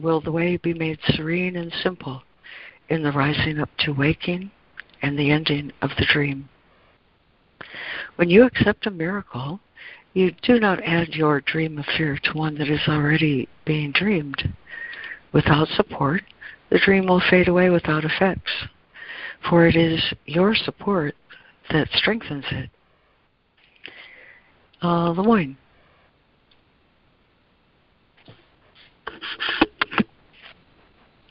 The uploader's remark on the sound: ACIM Daily Conference Call